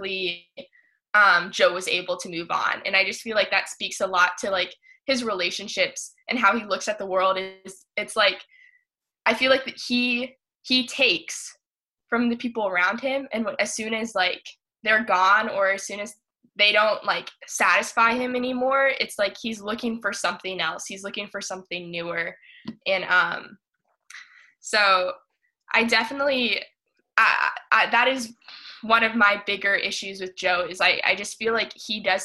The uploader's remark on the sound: Four of our audio staffers get together over Zoom